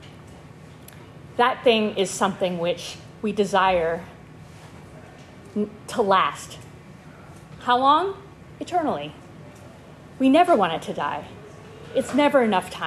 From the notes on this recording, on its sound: This lecture was given on September 14, 2023, at Yale University